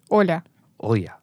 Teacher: It's almost like you don't pronounce the L.